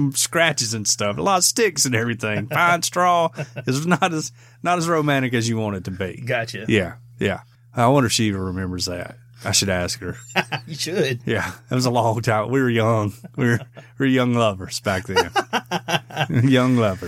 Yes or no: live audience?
no